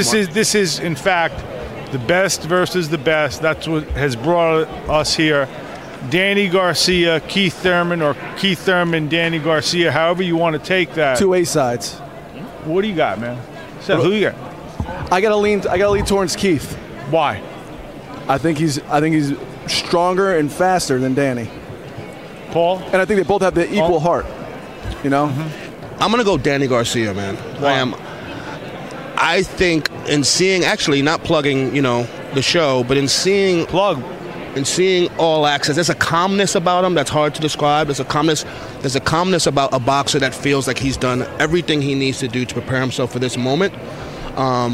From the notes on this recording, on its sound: we are live at the …-… weigh in!